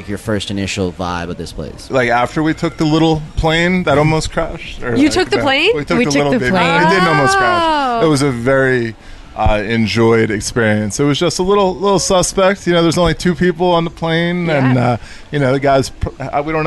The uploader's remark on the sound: Live Interviews with Newbies during Young Swingers Week at Hedoni